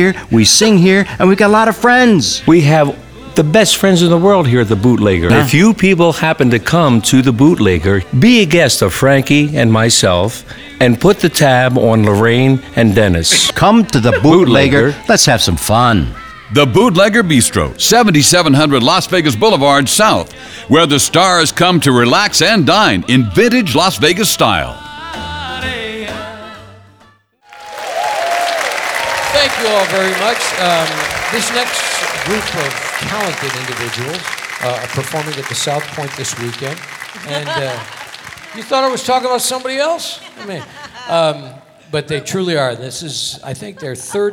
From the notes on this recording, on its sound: Live at the SouthPoint Casino